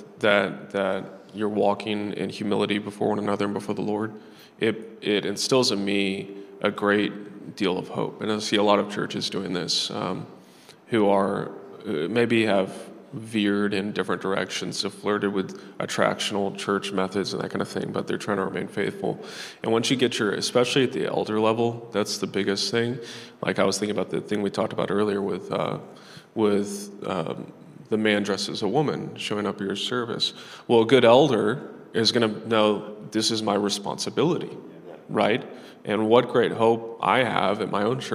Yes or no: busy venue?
yes